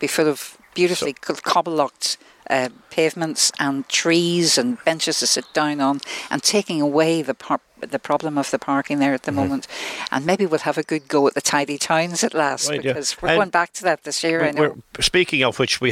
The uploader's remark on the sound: Called Into the outside broadcast. Originally broadcast as part of Saturday Chronicle. Broadcast live from the Killaloe Hotel and Spa.